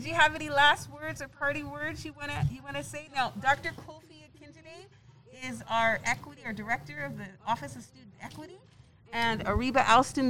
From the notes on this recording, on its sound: We recorded this session in-person at out Black History Month Celebration